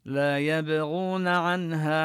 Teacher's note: لا كذلك نمد الألف. يبغون نبين قلقلة الباء ونمد الواو مدا طبيعيا